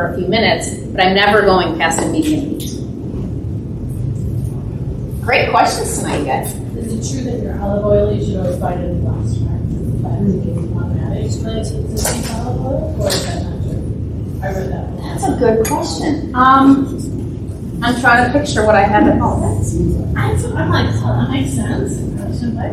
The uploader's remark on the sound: Enjoy our audience Q&A after the Panzanella Italian Bread Salad class.